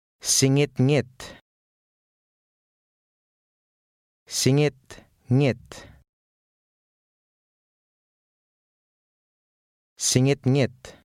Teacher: Number 5 consists of two words. The first has an NG in the middle, the second an NG in the front.